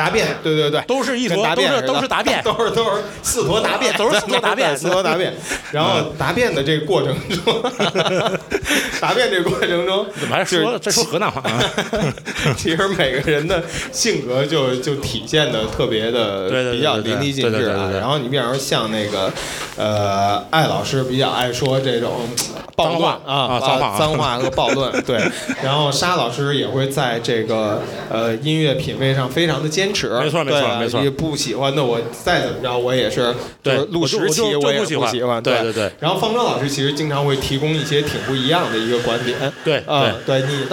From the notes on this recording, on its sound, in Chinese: 我们在北京举办了 音乐·聚我们——首届「播客松」+西海之声7周年聚会 活动。进行了长达 5 小时的「播客松」对谈。经过修整剪辑过的现场录音内容。现场录音设备协力品牌：Focusrite、RODE 麦克风。